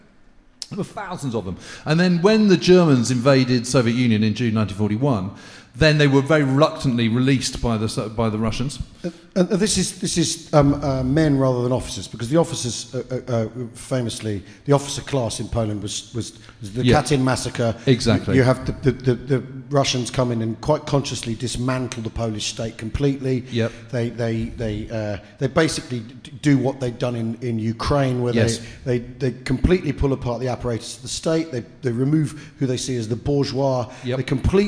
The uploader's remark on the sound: We Have Ways Live from Edinburgh.